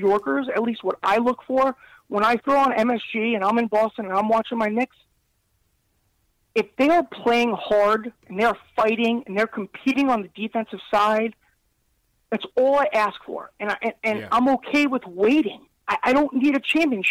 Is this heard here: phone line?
yes